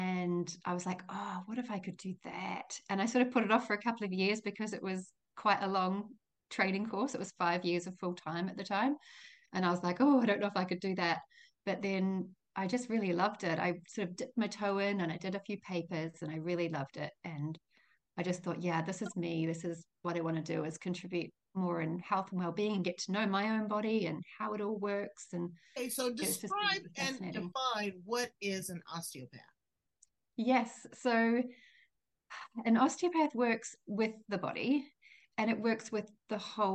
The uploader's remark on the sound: Over Zoom